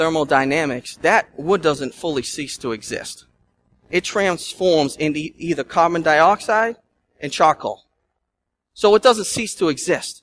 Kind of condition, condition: setting, large echoing room